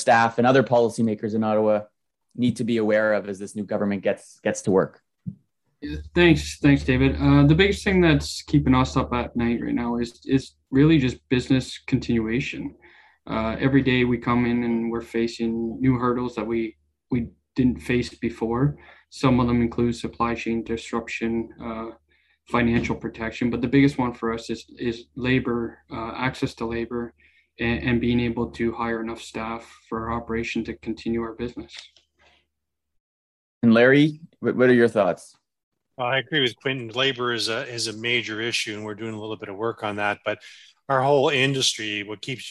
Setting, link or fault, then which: link, video call